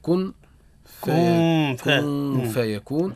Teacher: النون عند الفاء حكمها الإخفاء مع الغنة